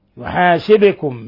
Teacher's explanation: باء ساكنة تقلقل لأنها من حروف قطب جد. ميم ساكنة جاء بعد حرف الباء إخفاء شفوي.